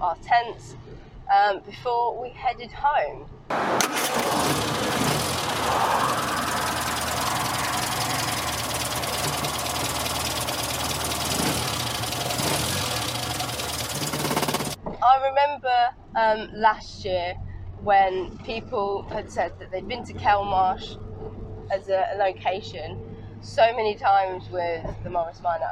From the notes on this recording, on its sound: all recorded from my 1968 Morris Minor, Peggy.